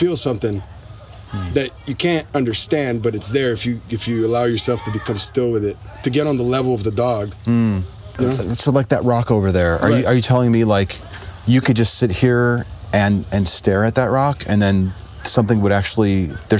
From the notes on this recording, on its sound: Location: San Antonio, Texas. Recorded w/Go-Pro.